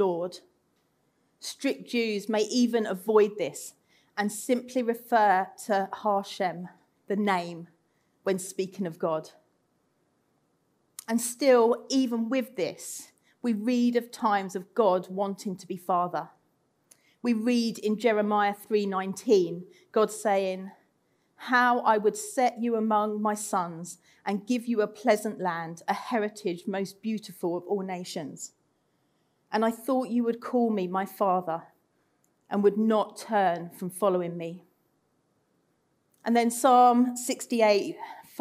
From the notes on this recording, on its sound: Recorded Live at Central Vineyard, Sheep Street on 31st October 2021